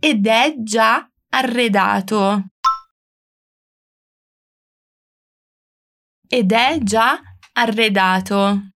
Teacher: mas atenção na hora de falar esses dois R's. Lembra que a língua dá uma vibradinha lá no céu da boca para falar eles.